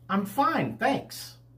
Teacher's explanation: we stress the word fine, which was answering the question, how are you doing, and we stress the word thanks to indicate the person was thanking the other person for asking about their concern.